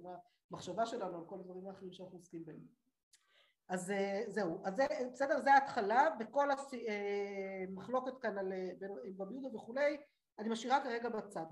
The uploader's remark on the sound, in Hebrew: השיעור הוקלט באמצעות תוכנת הזום.